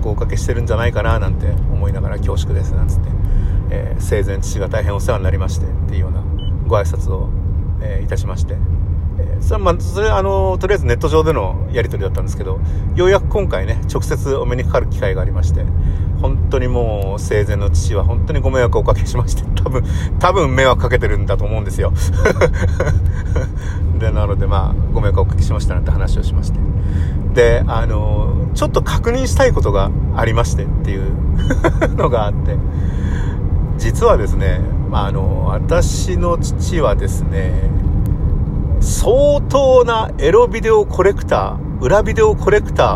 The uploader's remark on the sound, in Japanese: 国道246号線を走行しています。クルマの中で録音したので雑音多め。